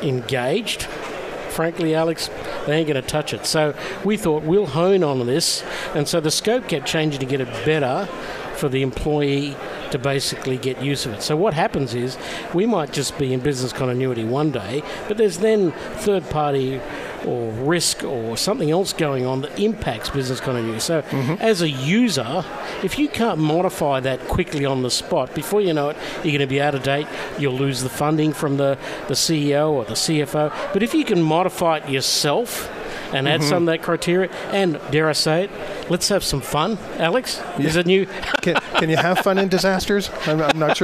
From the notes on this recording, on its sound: Live From Disaster Recovery Journal. Broadcasting live from DRJ 2018 in Phoenix Arizona.